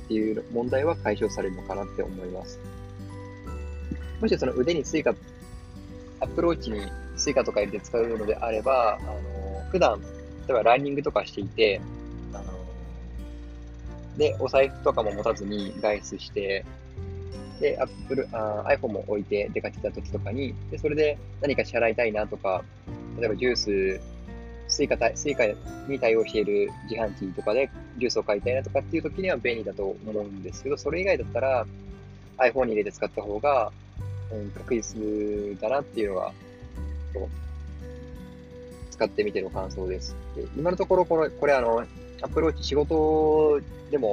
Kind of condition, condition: setting, outdoors